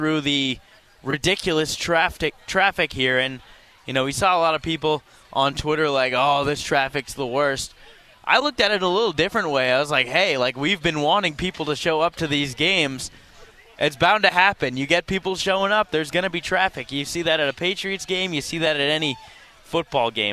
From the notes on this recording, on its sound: live pre-game show from the tailgate before the Merrimack game